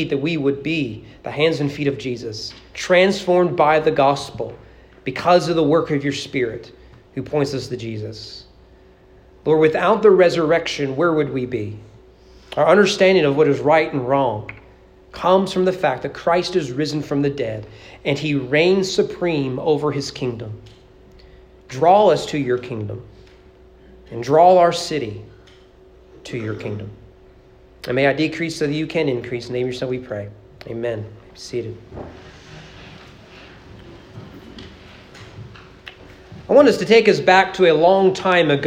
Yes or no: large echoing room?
yes